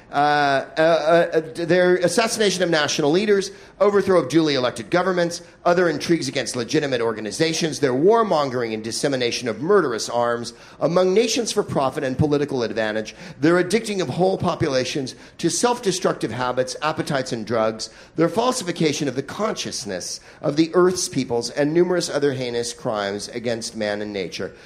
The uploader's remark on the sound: Live from the Maui Comedy Festival